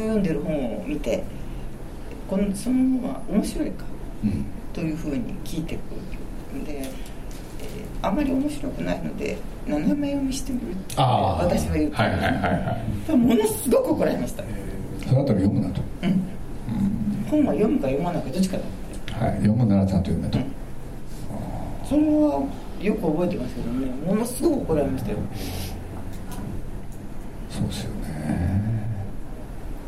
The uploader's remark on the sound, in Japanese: 三省堂書店池袋本店4階にて行われた